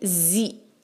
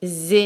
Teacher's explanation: जा का कसरा आवाज बारीक जी, जे नहीं कहना · Shown in: first take